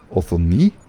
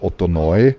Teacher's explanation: Und was ich hier besonders erwähnen möchte, das Omikron I, also das OI, wird ebenfalls nur als I ausgesprochen, nicht als Eu · Shown in: first take